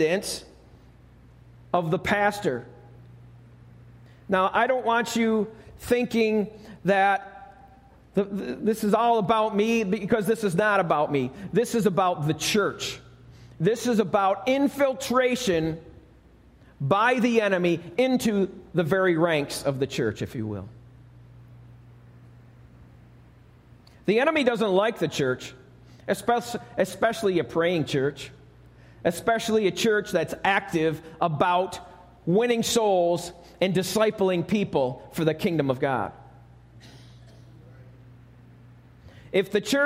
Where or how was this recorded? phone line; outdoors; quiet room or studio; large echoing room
large echoing room